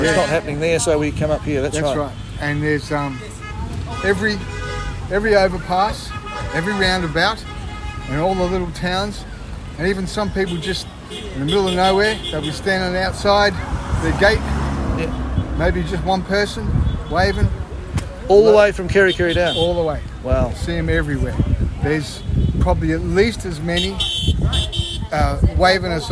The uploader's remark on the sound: on the ground in Woodville, New Zealand today